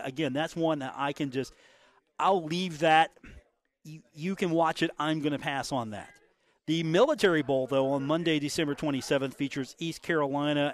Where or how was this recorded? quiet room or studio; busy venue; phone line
busy venue